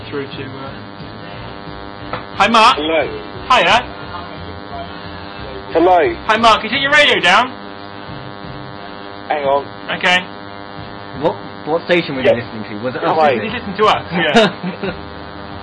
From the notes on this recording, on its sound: The recording quality is mostly pretty bad, due to an incoming phone call for most the show. Live from the Plymouth 'studios'.